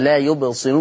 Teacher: قرأ ورش بترقيق الراء في كلمه لا يبصرون